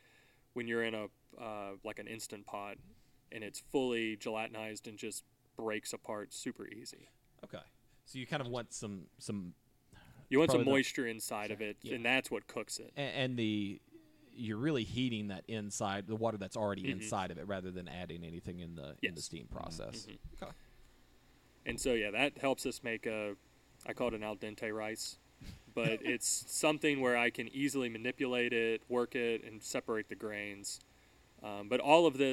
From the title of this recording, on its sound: Interview at The Void Sake Company